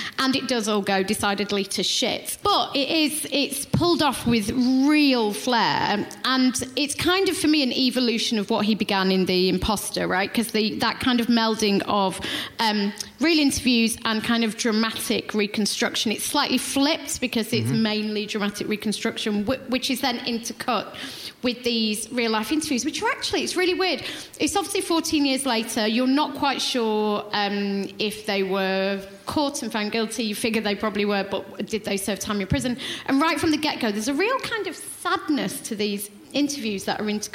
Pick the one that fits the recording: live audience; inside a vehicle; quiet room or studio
live audience